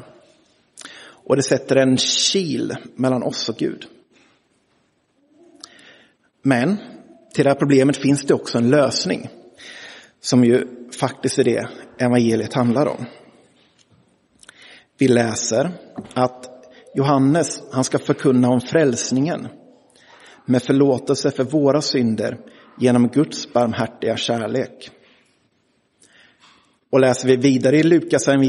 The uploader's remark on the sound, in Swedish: Inspelad i Roseniuskyrkan den 25 juni 2023.